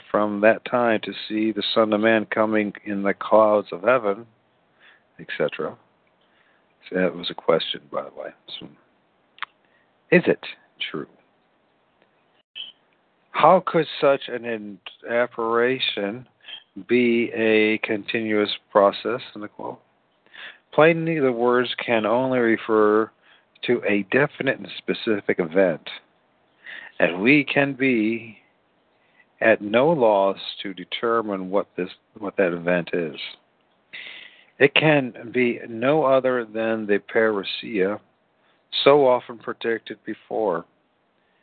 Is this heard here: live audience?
no